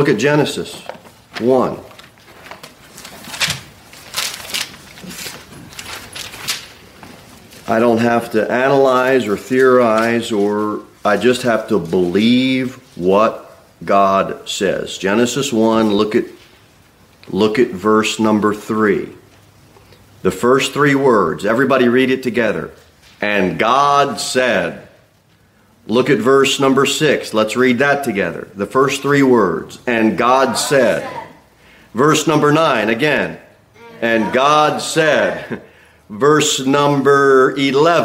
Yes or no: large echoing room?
yes